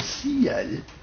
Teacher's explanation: la séparation d'une diphtongue, c'est-à-dire de quelque chose qui forme une seule syllabe, en deux syllabes · Term: la diérèse